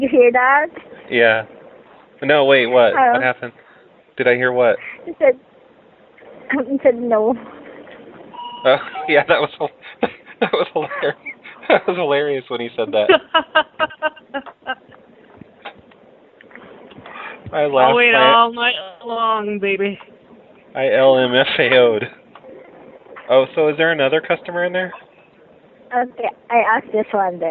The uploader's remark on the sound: Prank Phone Calls Collection. Convenience store survey - really amused employee. From archive.org.